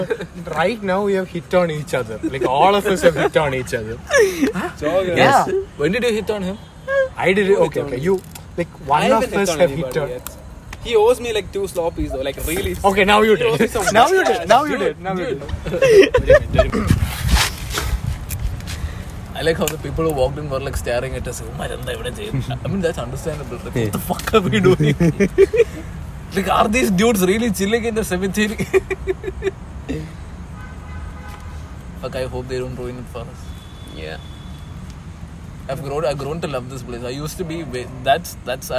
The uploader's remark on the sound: We recorded this episode in a cemetery.